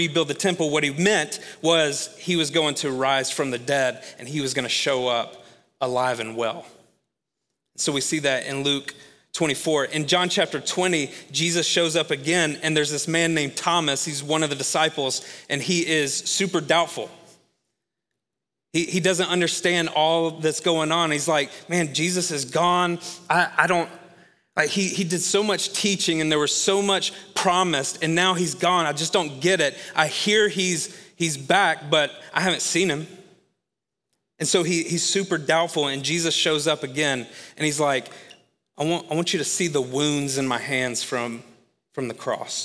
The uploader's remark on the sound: Recorded live at Long Hollow Church.